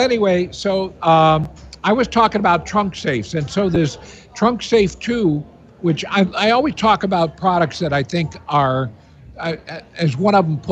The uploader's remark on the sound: at The Livingston County Family Readiness Emergency Expo in Howell MI in a live remote broadcast